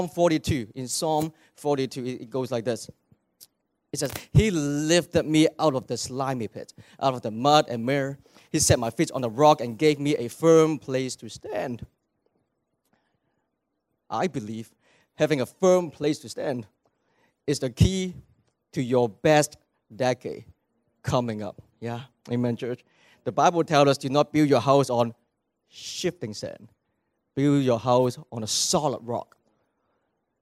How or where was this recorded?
large echoing room